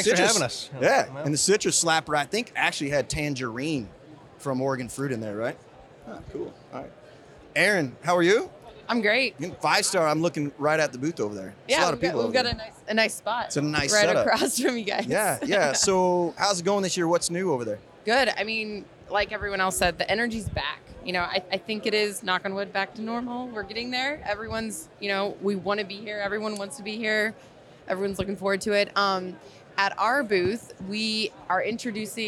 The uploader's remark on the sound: LIVE from CBC. We're LIVE from the tradeshow floor at Craft Brewers Conference 2023 in Nashville!